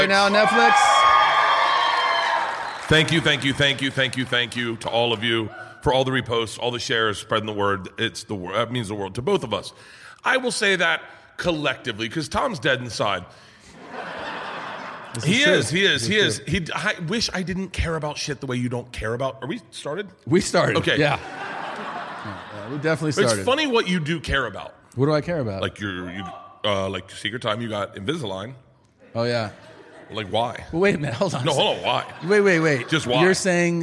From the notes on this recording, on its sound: This episode of 2 Bears 1 Cave was filmed in front of a live audience of MGM Rewards Members at the MGM Grand in Las Vegas.